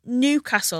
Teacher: So I say Newcastle and I put the emphasis on new, but I think I'm wrong because I think native people say Newcastle.